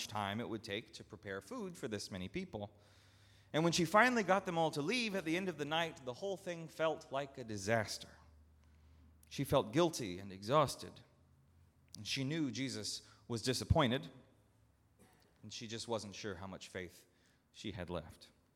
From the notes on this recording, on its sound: at Northminster Church on October 6, 2019.